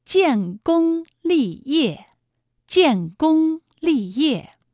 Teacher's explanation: 建功立业的建功二字呢，一个是有前鼻韵母烟，一个是有后鼻韵母翁